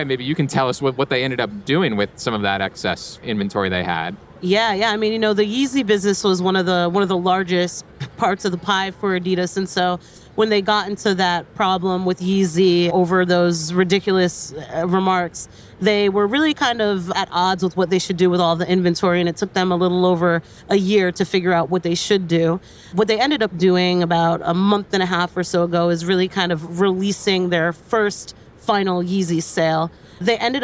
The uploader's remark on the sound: Recorded in front of a live audience at Inbound in Boston.